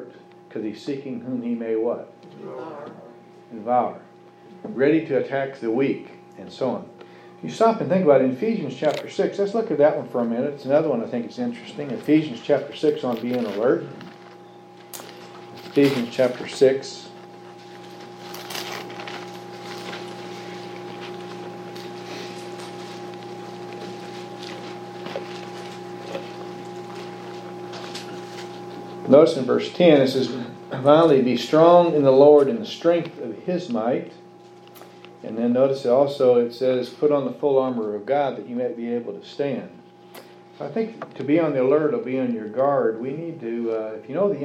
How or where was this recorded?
live audience